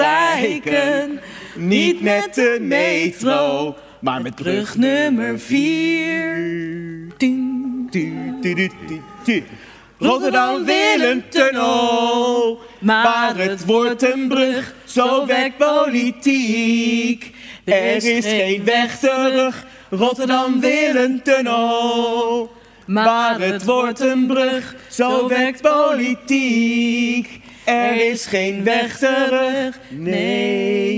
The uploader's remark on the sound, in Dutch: Woedend publiek loopt weg tijdens onstuimige ROPOPO live. Die live wordt opgenomen in Arminius.